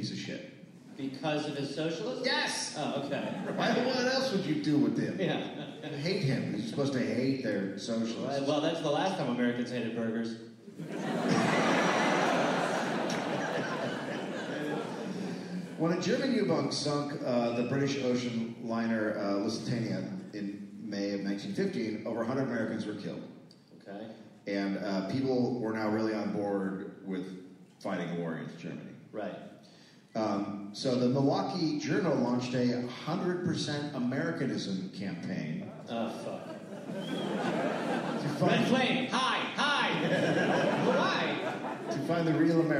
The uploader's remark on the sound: Recorded live in St Paul.